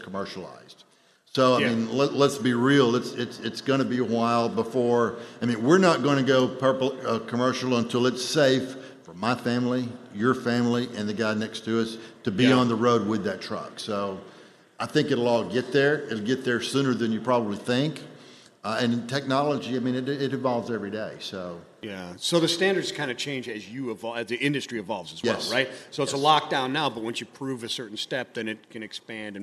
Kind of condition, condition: setting, busy venue